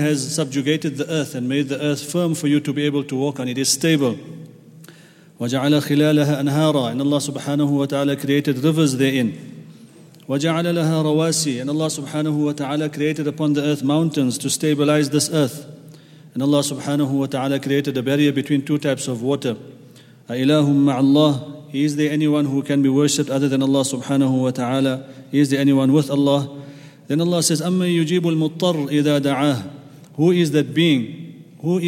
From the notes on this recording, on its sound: at the Houghton Masjid (West Street)